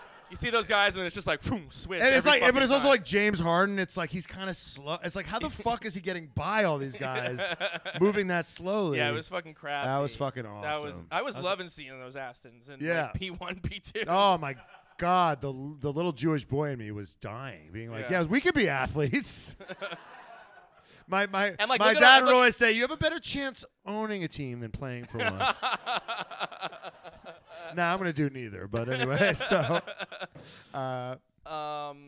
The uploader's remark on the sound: USGP RACE RECAP: LIVE IN AUSTIN!!! LIVE SHOW AUDIO ALERT. This episode was taped at our LIVE SHOW in Austin!!!